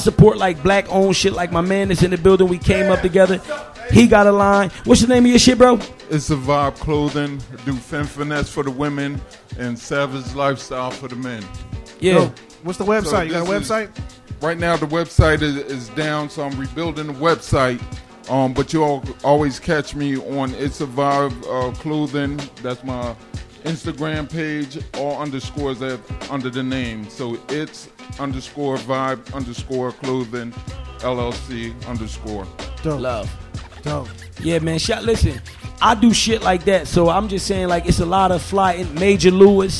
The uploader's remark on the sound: Live from Swig LoungeCamden, NJ